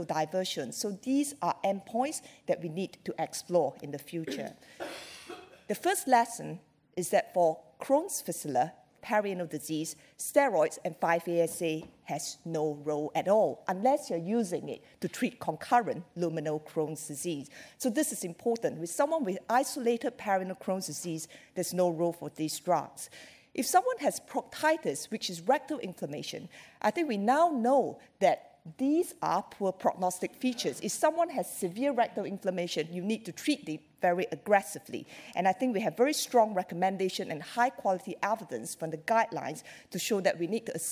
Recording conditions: live audience